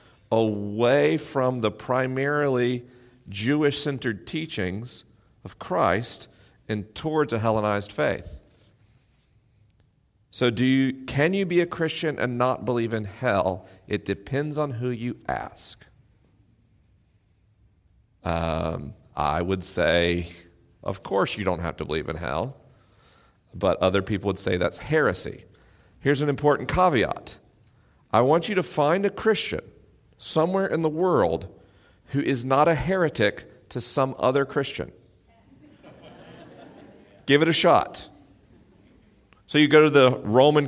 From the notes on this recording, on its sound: LIVE in Mission Hills, CA. This week is a live episode: the questions are unscreened and the answers are unrehearsed.